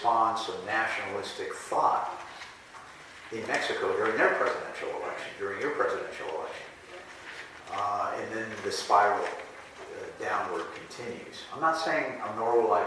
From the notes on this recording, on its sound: a panelist at the recent 2023 NADBank Summit